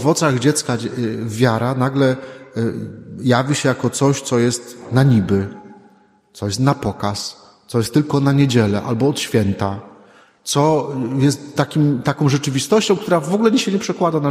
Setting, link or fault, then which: setting, large echoing room